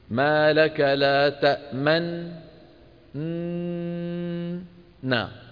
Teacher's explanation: فأثناء الغنة الممطوطة رويت لنا بضم الشفتين ضما كالضمة، كنطق الضمة لكن من غير صوت